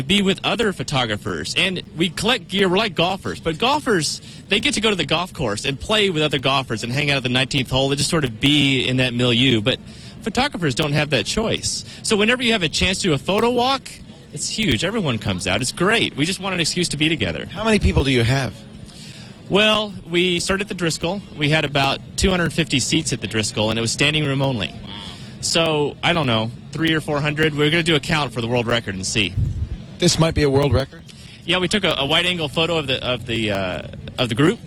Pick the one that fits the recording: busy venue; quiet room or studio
busy venue